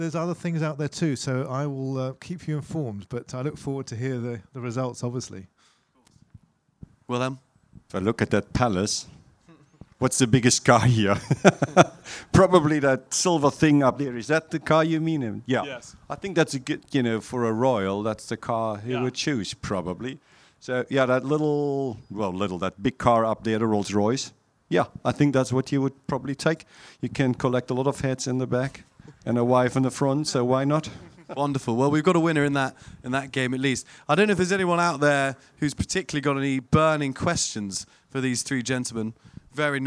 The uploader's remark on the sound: This special ‘al fresco’ episode of the podcast. Recorded at Hampton Court Palace at the annual Concours of Elegance car show.